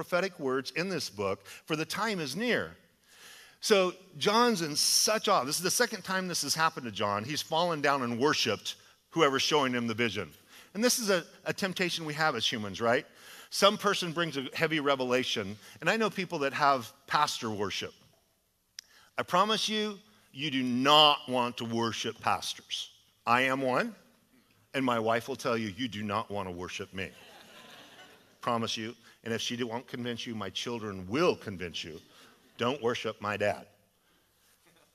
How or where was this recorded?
large echoing room